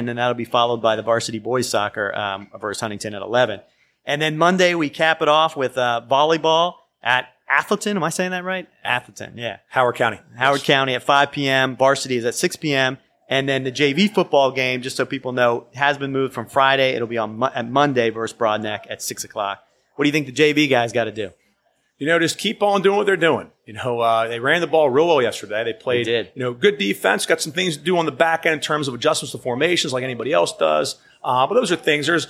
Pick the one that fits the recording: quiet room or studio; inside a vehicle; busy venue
busy venue